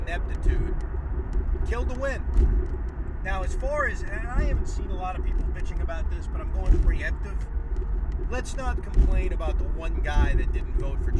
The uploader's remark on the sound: While driving home from Barclays Center.